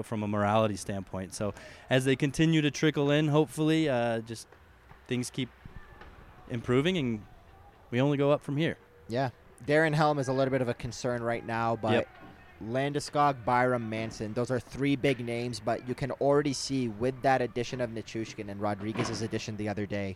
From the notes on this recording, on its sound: Live-from-Ball-Arena edition of Hockey Mountain High.